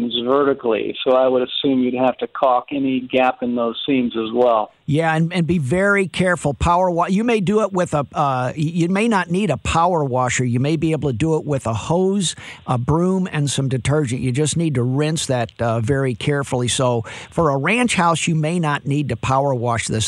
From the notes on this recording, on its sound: Takes your phone calls on various home improvement problems and projects.